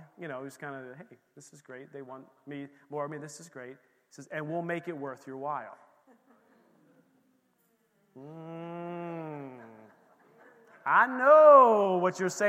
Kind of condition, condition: setting, large echoing room